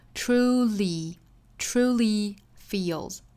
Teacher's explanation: To say the things he truly feels, truly 这个词跟刚才我们英英讲到的 truly 的发法是完全一样的，都要注意 true,注意里头这个卷舌的 r 的发音 truly feels,最后的这个 li 的发音也要注意是紧音，不是 li 而是 li,truly feels。那 feel 里头这个元音也是长音的紧音的 e